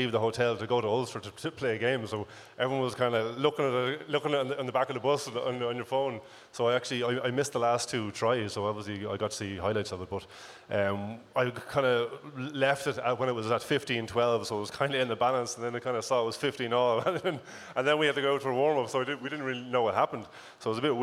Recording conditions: live audience